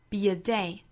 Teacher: b 和 a 之间两个元音相遇加 y